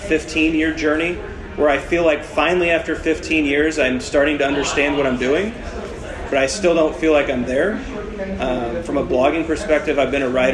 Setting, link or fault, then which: setting, live audience